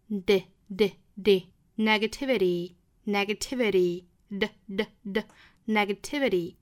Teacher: Negativity 最后的这个 t 的发音呢是要发成浊音的闪音的